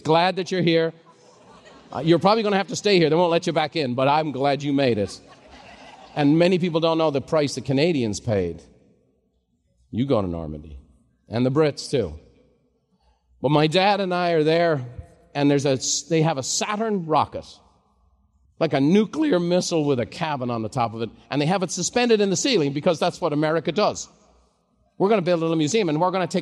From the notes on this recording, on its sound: live recording from MasterMind